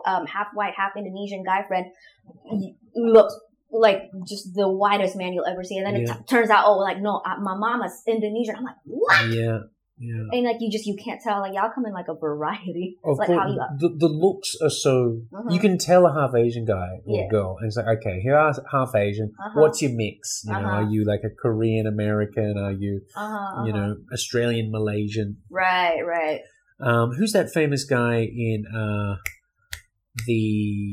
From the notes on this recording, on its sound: The audio and camera tech issues we experienced in this episode, unfortunately our studio microphones were not working at that time, and we also had a faulty camera.